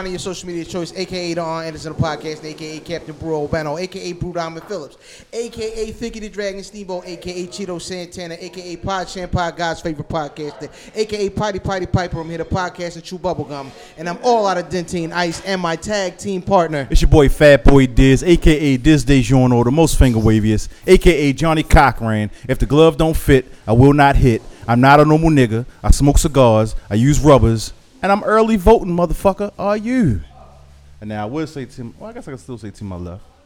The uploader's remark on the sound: Live At The Spot. Go live on location at The Spot.